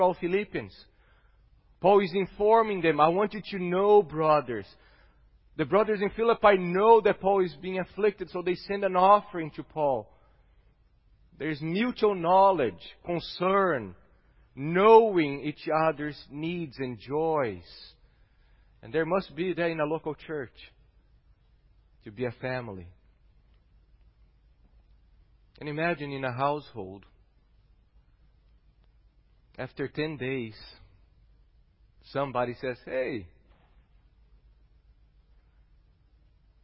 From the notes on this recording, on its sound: at Gracious Cross Reformed Church Salem, August 8th 2021